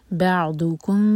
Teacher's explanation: इख्फा Shafi, मीम को होल्ड करेंगे 2 seconds